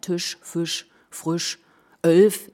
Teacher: Ja, ich kann das einfach fallen lassen. Ich muss nicht noch das I so nach oben tragen. Das fällt einfach runter.